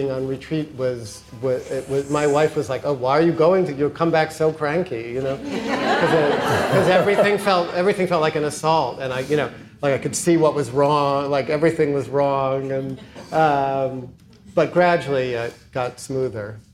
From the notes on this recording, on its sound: This episode was recorded live at Tibet House in 2018.